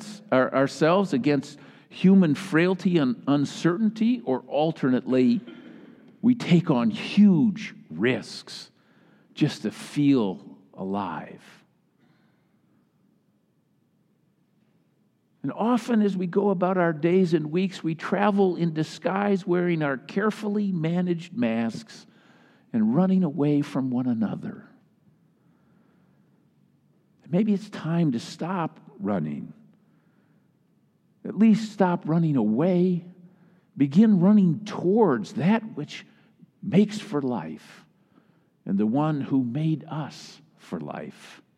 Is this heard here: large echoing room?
yes